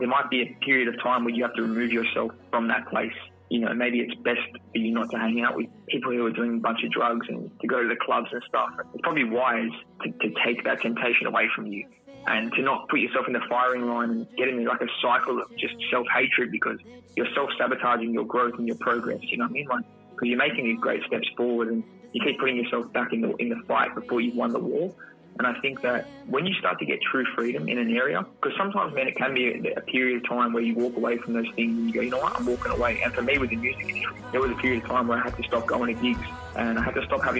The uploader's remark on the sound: Over-The-Phone Interview. All our podcast episodes are pre-recorded at an independent studio in Sydney, Australia.